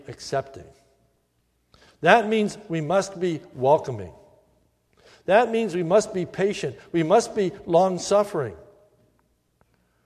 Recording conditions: large echoing room